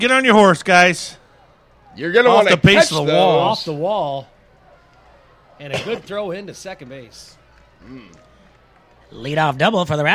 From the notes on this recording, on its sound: LIVE from Modern Woodman Park!!! It's a day game and the Bandits host the Timber Rattlers.